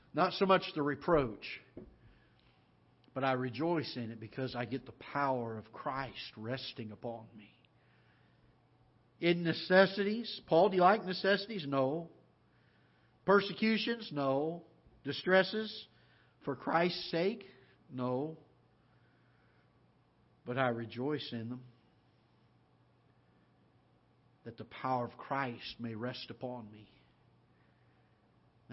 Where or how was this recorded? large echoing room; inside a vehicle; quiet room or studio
large echoing room